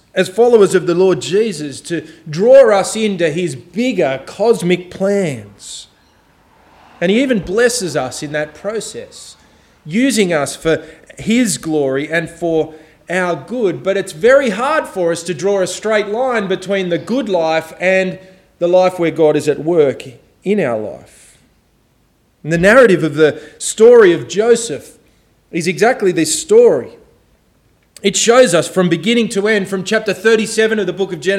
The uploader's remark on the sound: This sermon was preached on May 14 2023 at all services of Helensburgh and Stanwell Park Anglican Church